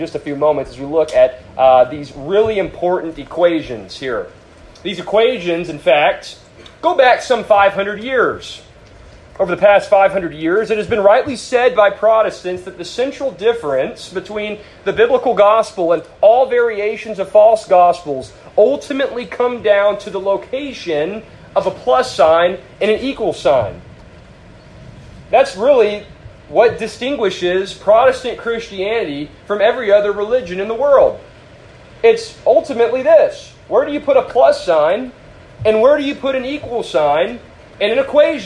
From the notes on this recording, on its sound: A sermon preached to the youth of First Baptist Church-Edna.